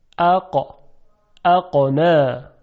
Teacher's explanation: صدای قاف صدایی است که شدت داره، یعنی صدای اون قطع میشه. مثلا ببینید، اقا، اقنا، قطع میشه صدا، اقا.